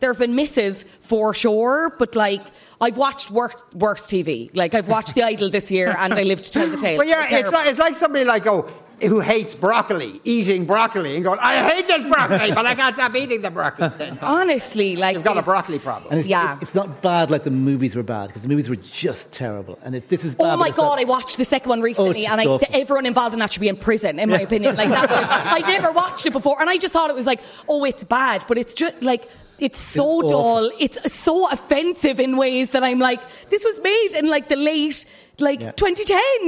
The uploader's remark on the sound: LIVE from The Sugar Club in Dublin